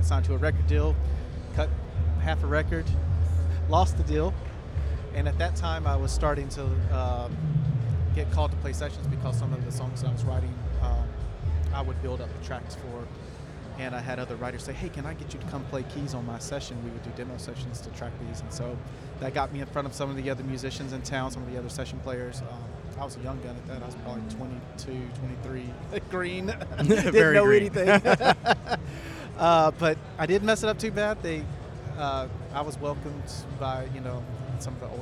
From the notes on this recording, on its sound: In this special episode live at The NAMM Show